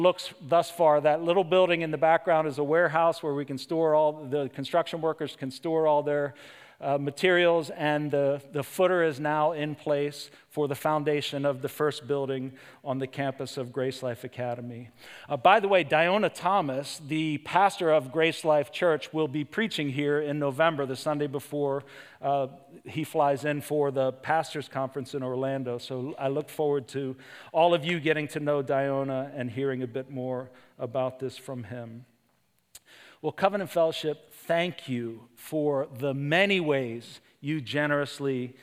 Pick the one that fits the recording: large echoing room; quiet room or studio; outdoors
large echoing room